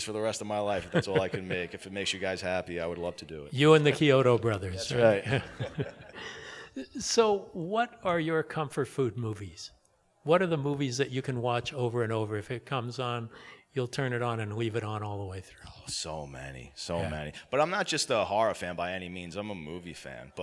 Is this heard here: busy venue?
yes